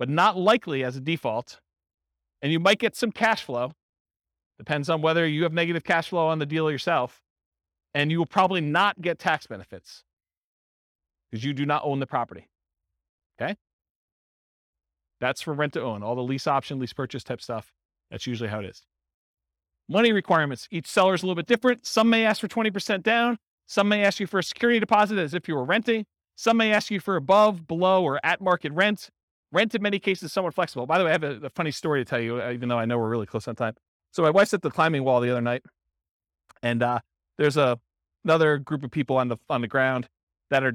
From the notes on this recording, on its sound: This was a live class recorded. Real estate entrepreneurs in Jersey City, New Jersey.